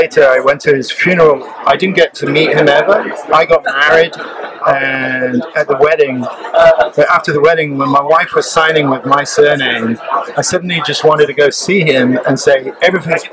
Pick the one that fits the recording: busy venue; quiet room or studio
busy venue